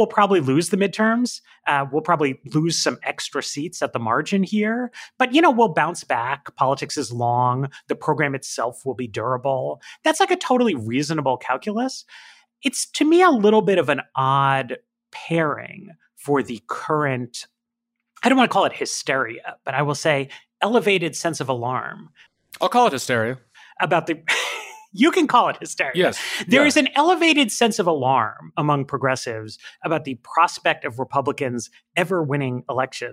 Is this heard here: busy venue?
no